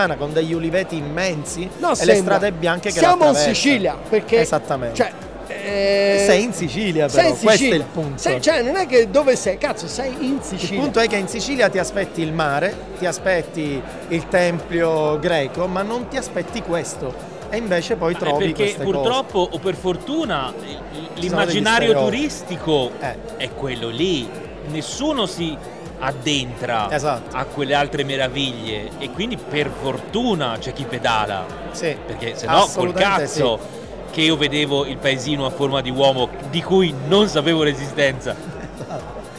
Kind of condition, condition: setting, busy venue